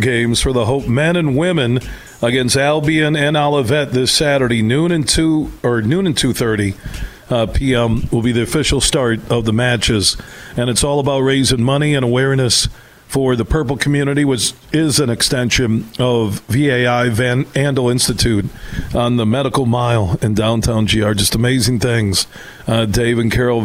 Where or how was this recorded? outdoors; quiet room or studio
outdoors